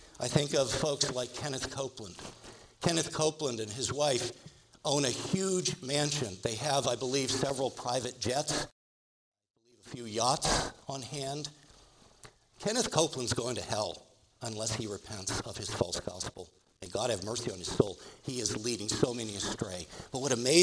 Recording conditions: large echoing room